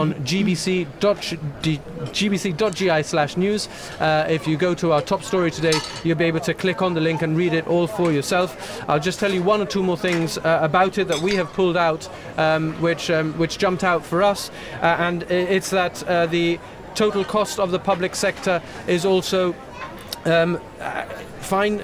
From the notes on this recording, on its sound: Gibraltar Today was in the heart of town, with a live broadcast from Little Rock Cafe in Casemates.